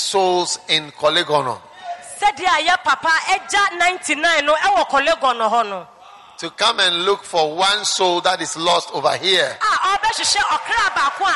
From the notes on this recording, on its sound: Preached at the Anagkazo Assemblies Cathedral, Accra.